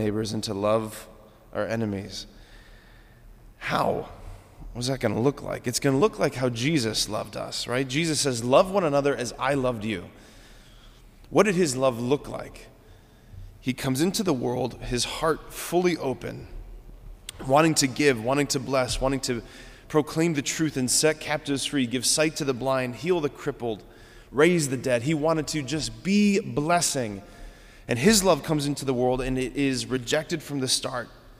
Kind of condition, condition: setting, large echoing room